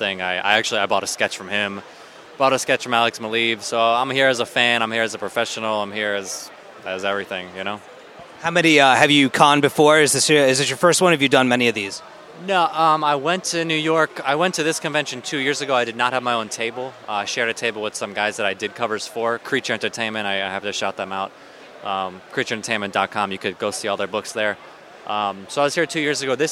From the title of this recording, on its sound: NYCC: The Interviews